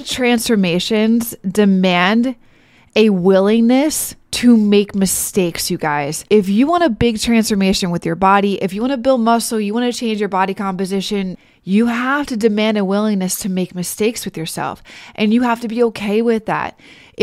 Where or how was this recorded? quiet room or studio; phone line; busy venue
quiet room or studio